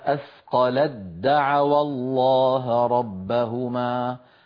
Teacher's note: فعند الوصل نحول التاء إلى دال · Term: التاء في الدال